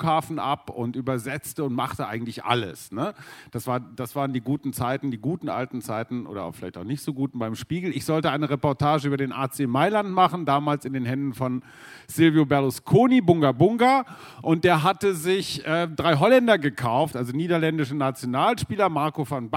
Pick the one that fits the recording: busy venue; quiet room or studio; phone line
busy venue